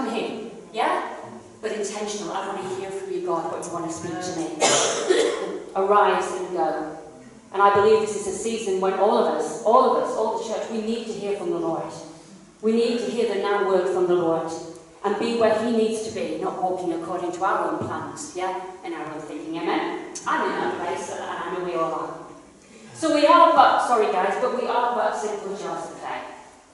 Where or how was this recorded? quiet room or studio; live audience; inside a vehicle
live audience